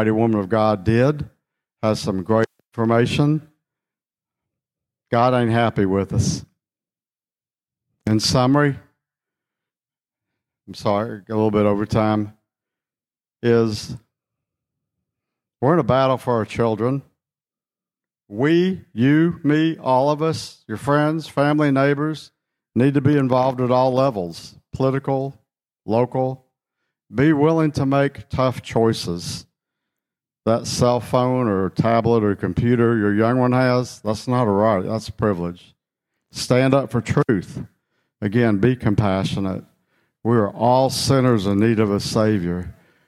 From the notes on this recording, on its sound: Session #2 of the Skyfall 2023 Conference.